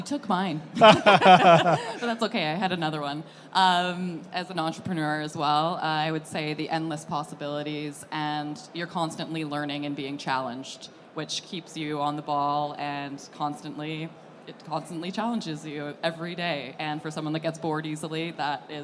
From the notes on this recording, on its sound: Recorded live from the KBISNeXT stage.